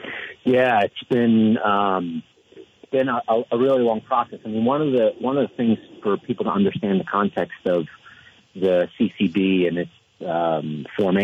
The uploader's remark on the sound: open phones